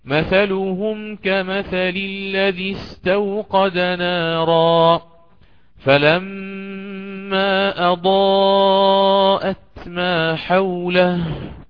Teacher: هنا تقدمت ميم الجمع على المد المنفصل، وردت ميم الجمع قبل المد المنفصل في هذا المقطع الذي سأقرأه، سأقرأ بالسكون ثم آتي بالقصر في المنفصل